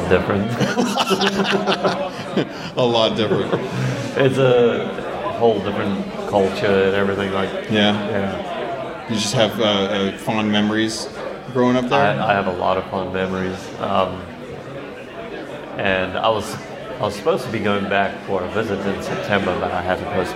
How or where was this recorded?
live audience